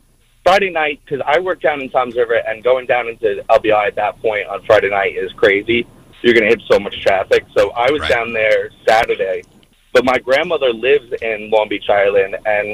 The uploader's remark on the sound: Our listeners call.